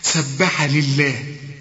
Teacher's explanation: اللام هنا مكسورة فلفظ الجلالة هنا مرقق